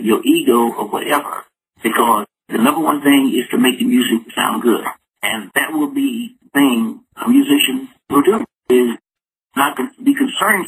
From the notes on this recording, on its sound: called into the show